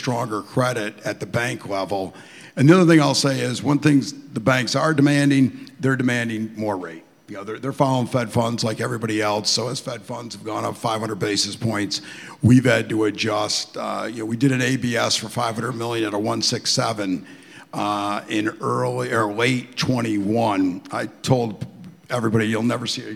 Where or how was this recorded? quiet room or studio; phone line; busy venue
busy venue